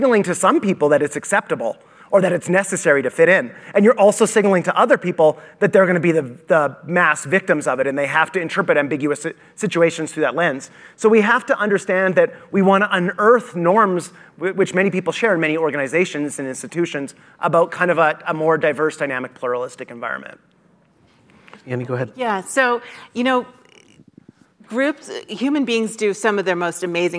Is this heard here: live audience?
yes